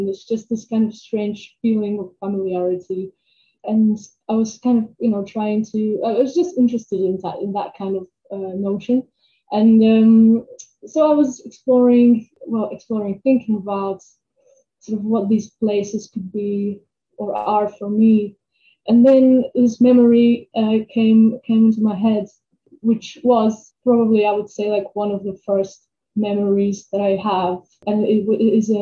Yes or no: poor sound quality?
yes